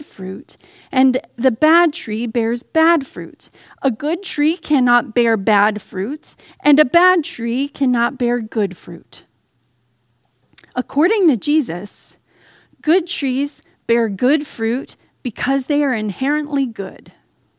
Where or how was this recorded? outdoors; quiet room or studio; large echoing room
large echoing room